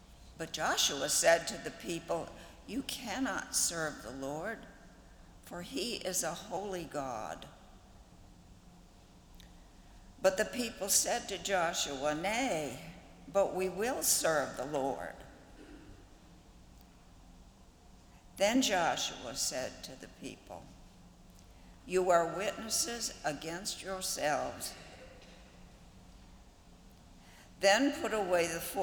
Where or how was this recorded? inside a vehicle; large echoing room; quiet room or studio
large echoing room